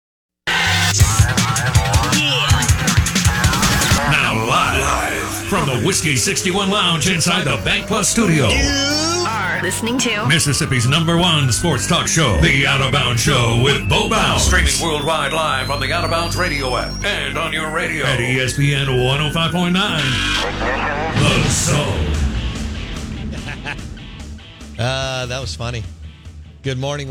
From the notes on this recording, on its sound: Live in the BankPlus Studio. On the Farm Bureau guest line.